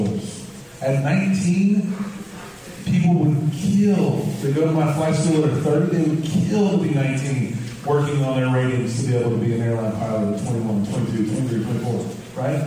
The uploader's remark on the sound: LIVE at EKU!